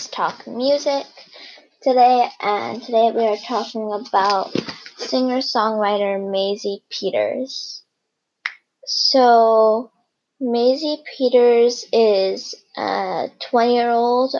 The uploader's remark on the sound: This is only my second episode so I'm sorry if it doesn't sound good. I'm like the podcast version of the basement band or garage band.